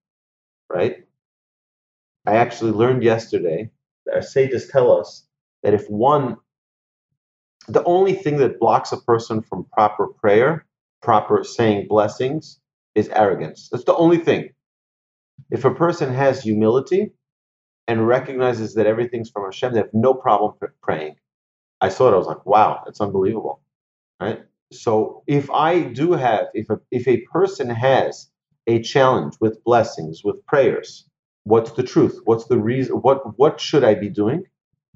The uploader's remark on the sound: Recorded presentation to an online audience on June 28, 2020, in Houston, Texas.